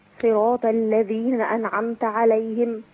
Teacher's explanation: الطاء هنا مفتوحه في اعلى مراتبها